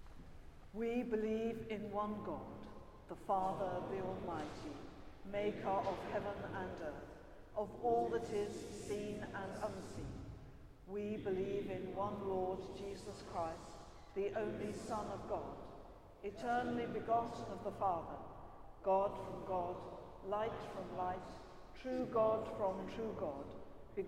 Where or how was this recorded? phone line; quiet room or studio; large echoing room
large echoing room